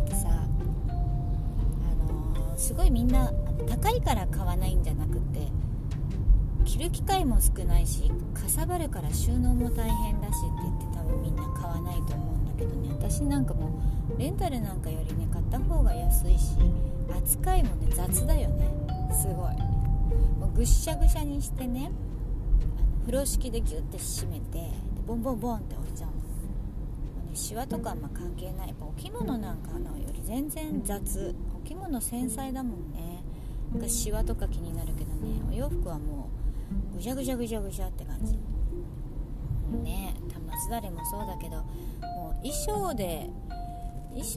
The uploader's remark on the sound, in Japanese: 誰も来ない発表会のリハーサルへ行く車の中のつぶやき。